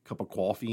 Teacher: turning the O into an aw